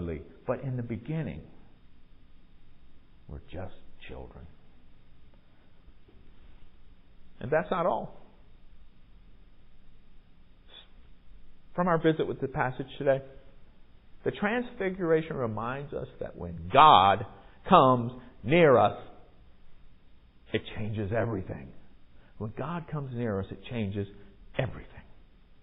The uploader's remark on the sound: Recorded at MPPC on Sunday, February 19, 2023